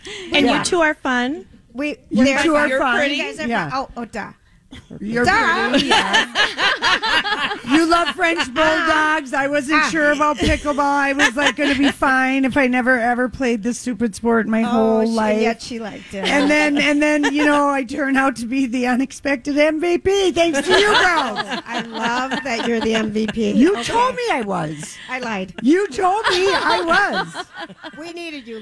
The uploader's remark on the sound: live from Chanhassen Dinner Theater